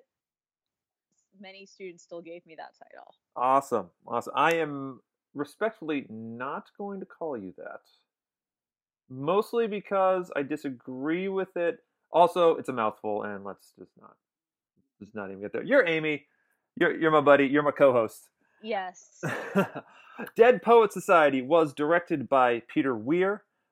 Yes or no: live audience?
no